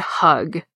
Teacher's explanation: It's true that we hear it as an H, but it's not the same kind of H that we have in hug. That H is made by just letting air flow past your vocal cords down in your neck.